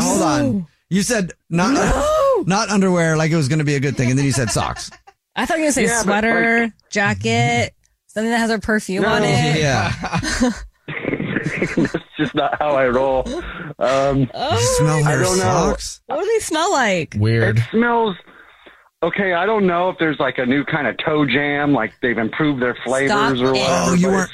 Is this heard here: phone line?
yes